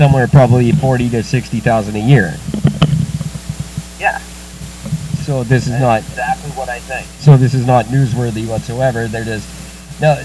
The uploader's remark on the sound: Technical difficulties get the best of them again.